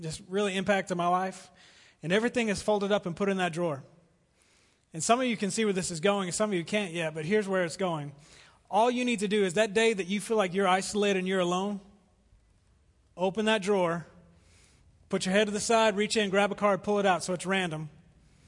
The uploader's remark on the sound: Recorded live at The Fellowship at Two Rivers.